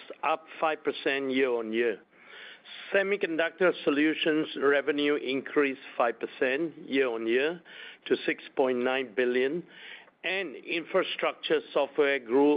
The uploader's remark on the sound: Q3 2023 Earnings Conference Call of Broadcom.